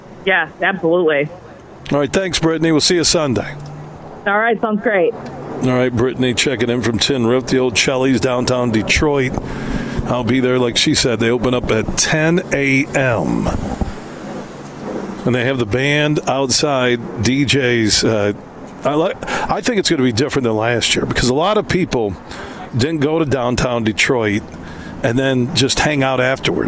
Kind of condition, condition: setting, busy venue